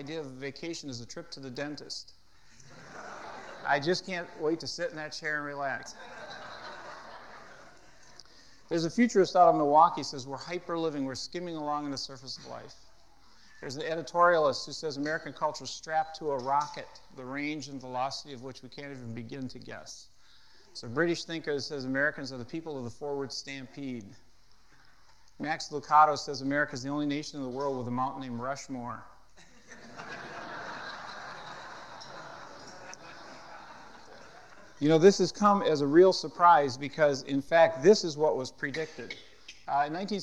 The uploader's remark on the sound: at a Marketplace Network Forum in Boston